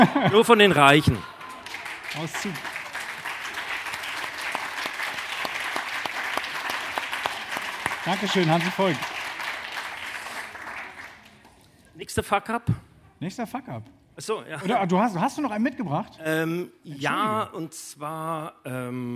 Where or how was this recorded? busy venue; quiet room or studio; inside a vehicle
busy venue